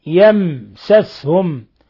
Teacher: ثم ميم ساكنة جاء بعدها السين يمسسهم إظهار شفوي